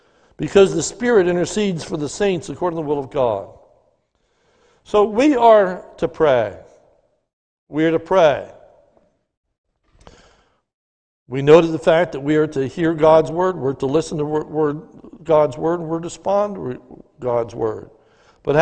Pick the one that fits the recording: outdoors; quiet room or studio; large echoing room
large echoing room